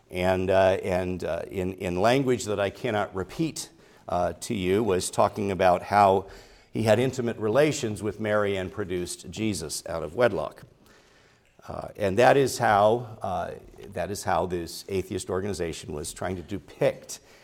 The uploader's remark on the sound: preached at Grace Orthodox Presbyterian Church in Sewickley, PA, during the morning Worship Service on Sunday, December 10, 2023.